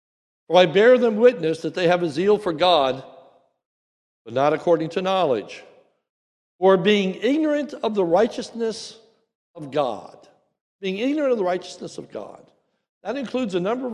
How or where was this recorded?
large echoing room